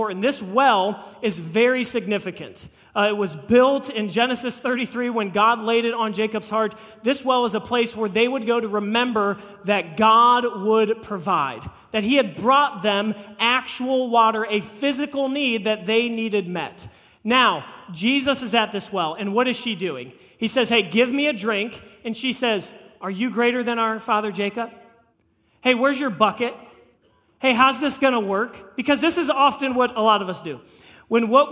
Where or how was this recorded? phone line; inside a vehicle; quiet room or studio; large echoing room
large echoing room